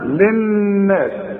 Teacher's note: النون لازم تشدد لازم تغن